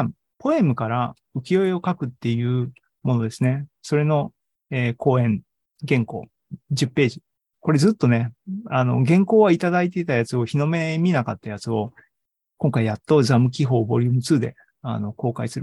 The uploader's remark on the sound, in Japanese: ZOOMライブの模様です